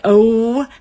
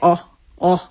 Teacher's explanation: the monophthongal residue, to use a big word, of Scandinavian pronunciation, where the vowels were shorter · Shown in: second take · and they don't have that little extra piece on the end like Americans like to say, like oh.